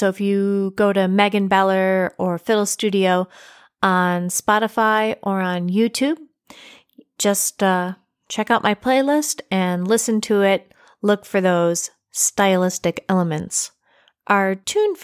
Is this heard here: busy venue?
no